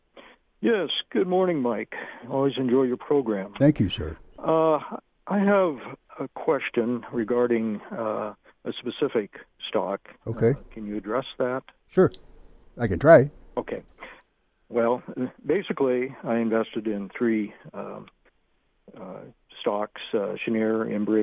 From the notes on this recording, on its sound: Takes your phone calls on his weekly Money Management show on KXLY in Spokane.